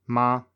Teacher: so it's high, it doesn't change, 5 5. · Term: first tone